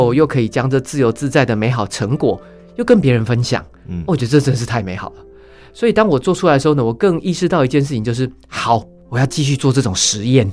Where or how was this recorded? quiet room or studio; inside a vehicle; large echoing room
quiet room or studio